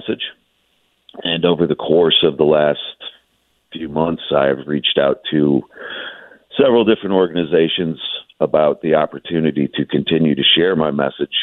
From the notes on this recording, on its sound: calls in to the show this Friday morning